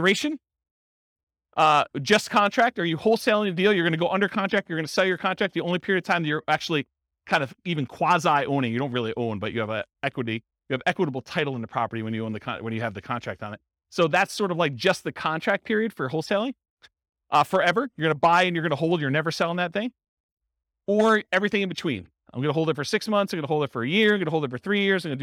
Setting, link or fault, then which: setting, live audience